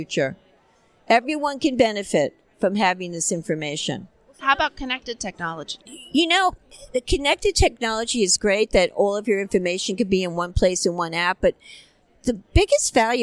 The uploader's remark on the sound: ADCES22 Live. From the Exhibit Hall.